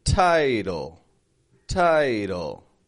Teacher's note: Notice the first T in there makes a strong T sound, whereas the second makes a R.